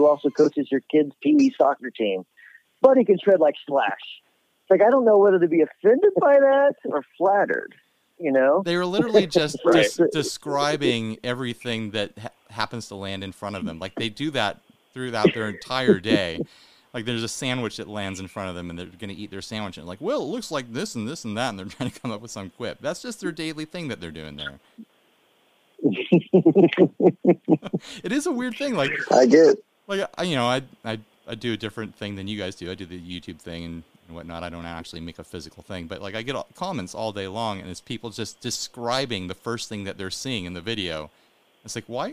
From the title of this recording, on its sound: On the phone